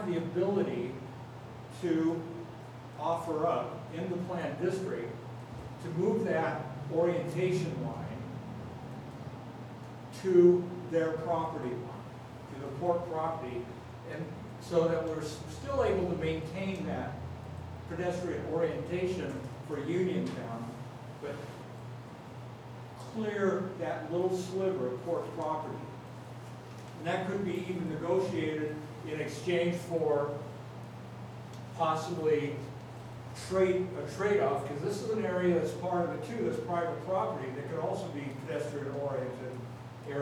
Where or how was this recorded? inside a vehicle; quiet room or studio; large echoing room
large echoing room